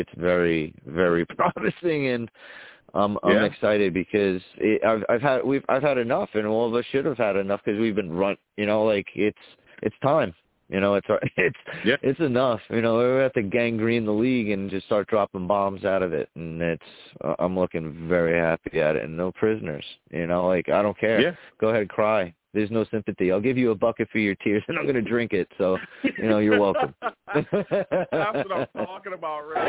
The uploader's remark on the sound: I also take live callers!